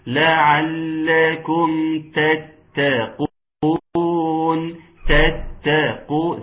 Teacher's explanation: سمعتوا مني تائين قويتين مظهرتين · Term: إظهار